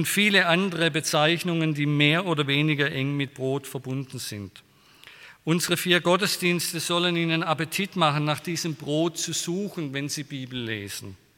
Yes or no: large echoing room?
yes